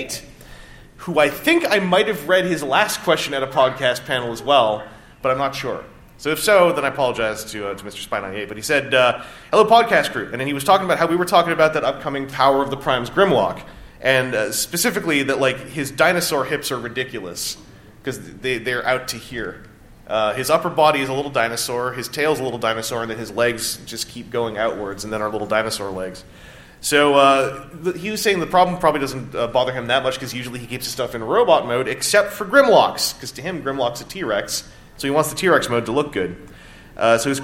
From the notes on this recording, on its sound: On this RFC Extra we are at TFcon USA and are taking part of the Sunday podcast panel!